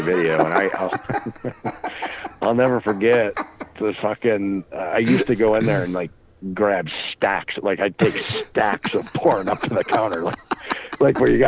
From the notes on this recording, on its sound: Phone calls.